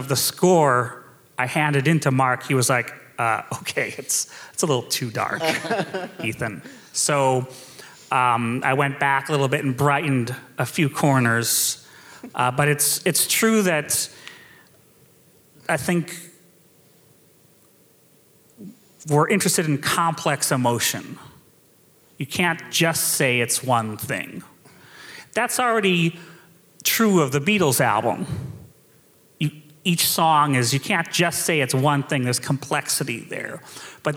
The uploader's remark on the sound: We held a Q&A session after the first performance of Mark Morris Dance Group’s Pepperland. Listen to this fantastic post-show event.